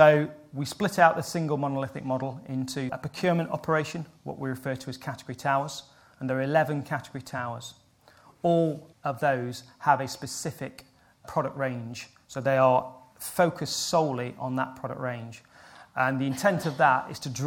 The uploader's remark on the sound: NHS Supply Chain – SHD Logistics Conference 2019 keynote highlights